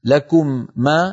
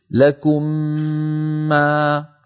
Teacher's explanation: لابد عند إدغام الميم في الميم من أن نمط، يعني نطول غنتها · Shown in: second take · فبدل أن نقول لكم ما نقول لكم ما، أعيد لكم ما، أمر سهل بسيط.